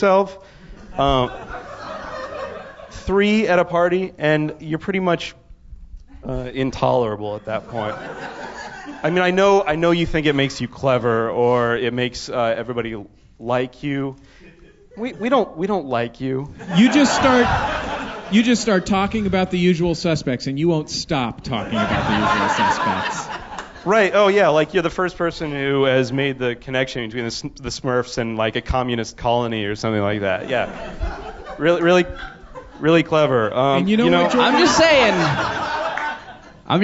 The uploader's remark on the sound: LIVE with The Monsters of Podcasting in New York & Philadelphia